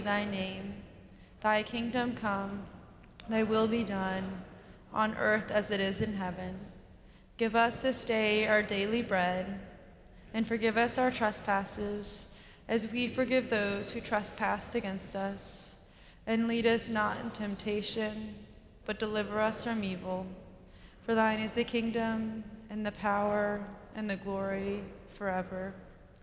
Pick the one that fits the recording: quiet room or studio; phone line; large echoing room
large echoing room